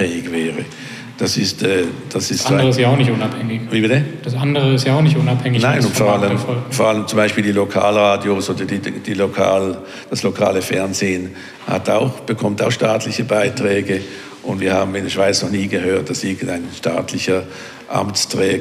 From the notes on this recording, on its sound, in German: Audiomitschnitt von der Veranstaltung UM Politics Talks. Im Unternehmen Mitte.